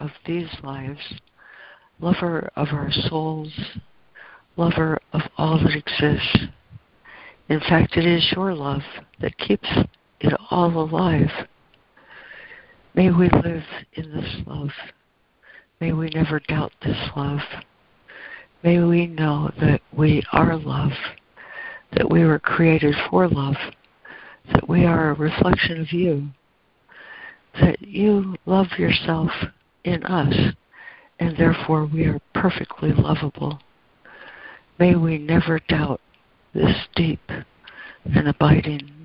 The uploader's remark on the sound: ACIM Daily Conference Call